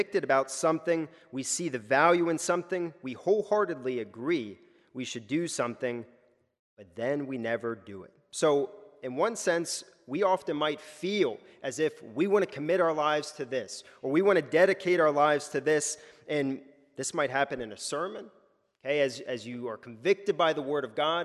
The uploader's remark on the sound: a sermon recorded at the Lebanon Bible Fellowship Church in Lebanon, PA during the evening service